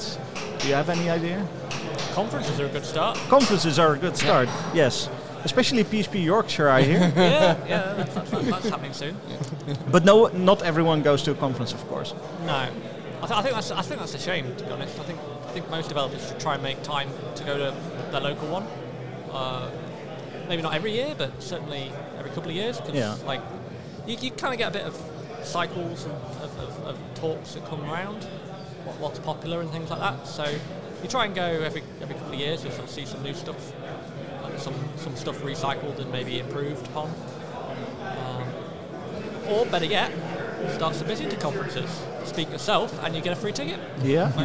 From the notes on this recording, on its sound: The second of three episodes recorded at PHPBenelux 2020.